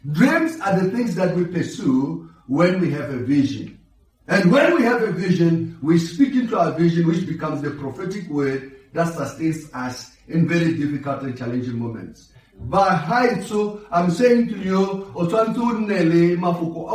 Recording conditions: large echoing room